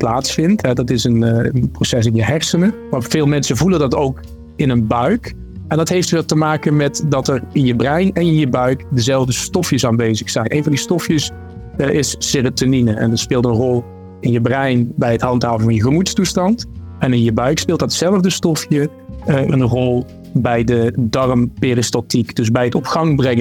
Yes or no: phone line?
no